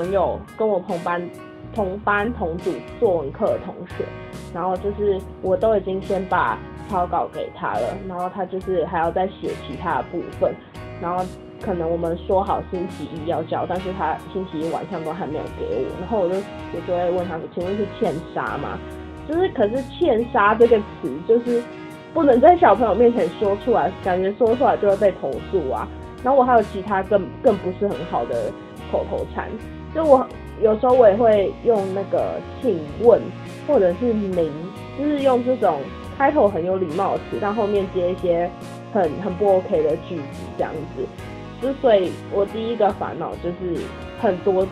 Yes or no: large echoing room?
no